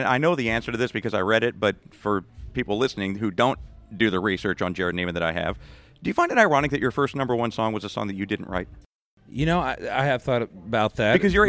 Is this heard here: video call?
no